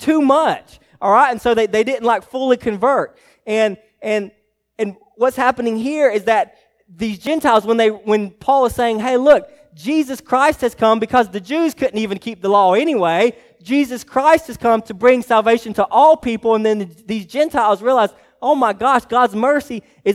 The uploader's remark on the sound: message preached to Hillside Baptist Church in Eastman, GA on 1/7/24